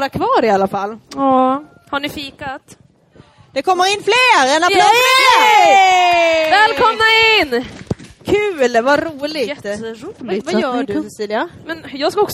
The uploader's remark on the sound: LIVE inspelning fr&aring;n West Pride! LIVEPOD West Pride. Del 2 av vår LIVE inspelning från West Pride!